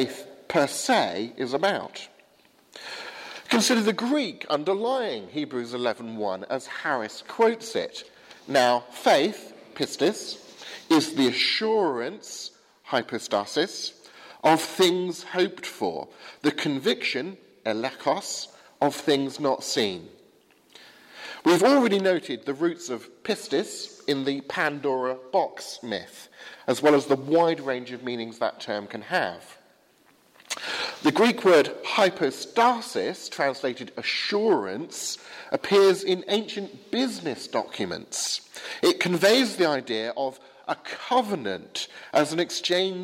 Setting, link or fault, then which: setting, large echoing room